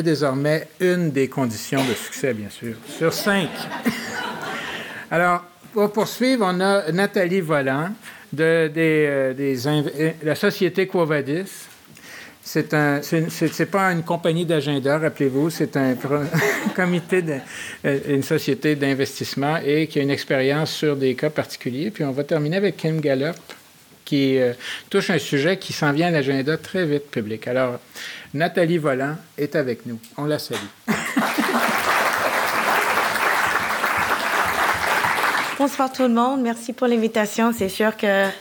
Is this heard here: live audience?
yes